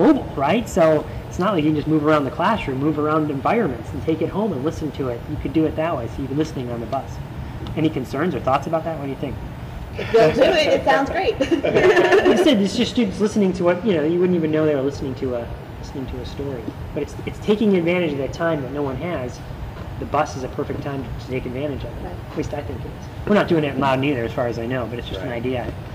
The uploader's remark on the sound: a recording of a discussion at the George Mason University Assistive Technology Share Fair of 2011